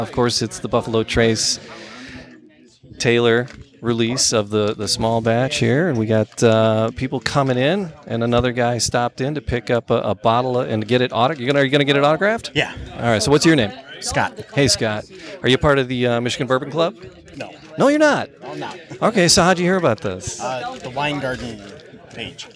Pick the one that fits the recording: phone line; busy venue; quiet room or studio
busy venue